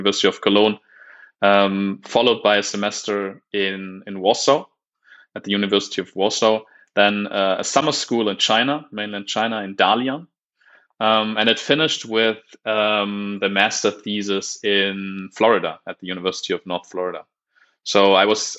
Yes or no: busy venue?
no